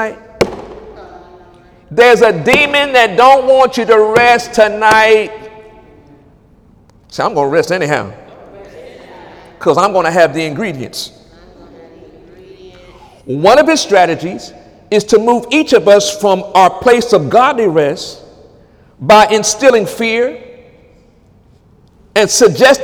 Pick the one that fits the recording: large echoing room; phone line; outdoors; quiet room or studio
large echoing room